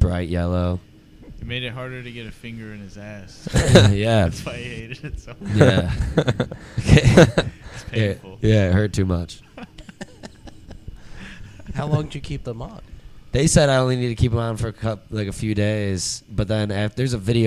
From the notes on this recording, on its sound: Coming at you live from under the train tracks